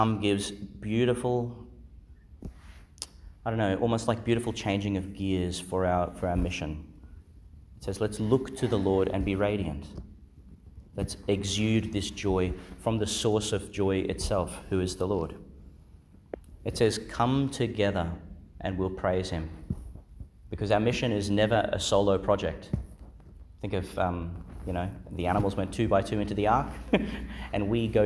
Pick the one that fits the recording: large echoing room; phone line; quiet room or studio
large echoing room